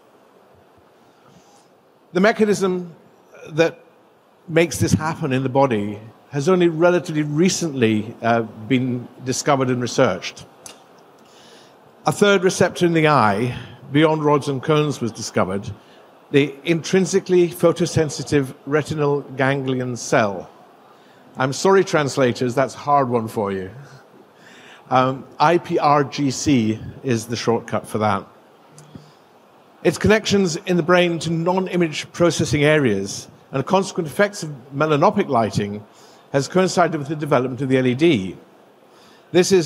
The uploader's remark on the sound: Presented at GILE 2023